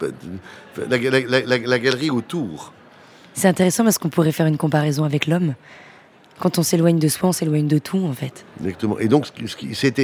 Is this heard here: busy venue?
yes